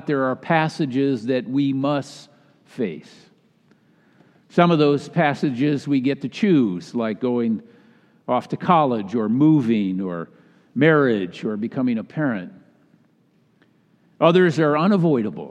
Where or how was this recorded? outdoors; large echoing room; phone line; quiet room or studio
large echoing room